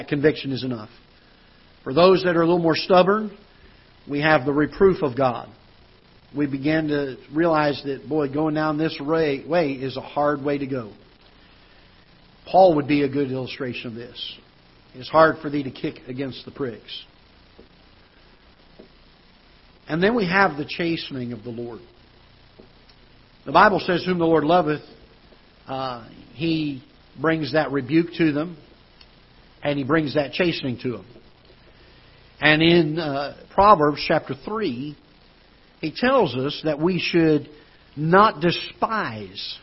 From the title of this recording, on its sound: Ketha Heights Baptist Church ~ Live Broadcast